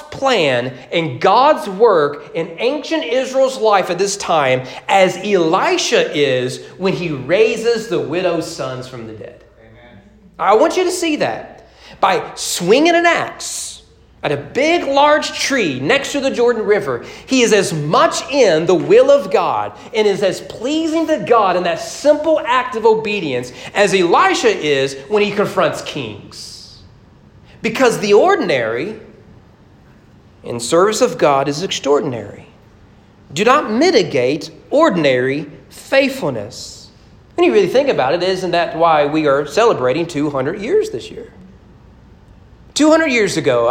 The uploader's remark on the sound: Sermon preached at Greenup Fork Baptist Church on April 25, 2022 during morning worship as part of their 200 anniversary celebration.